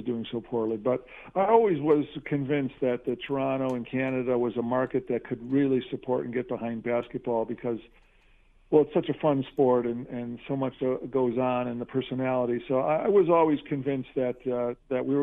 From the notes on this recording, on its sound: opens the phone lines